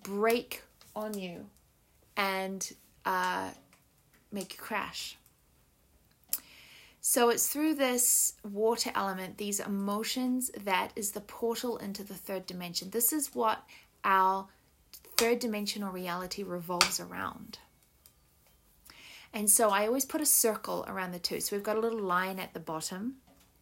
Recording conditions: sounds in the background